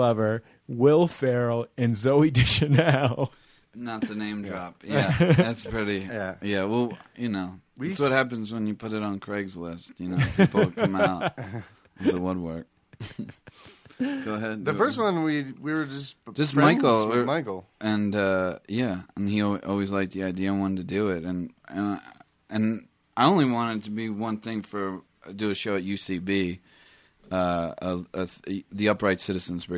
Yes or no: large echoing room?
no